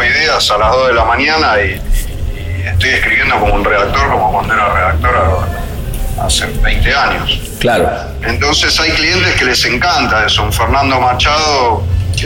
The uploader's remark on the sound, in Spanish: Clubhouse Cannes Lions. En nuestro podcast-bar.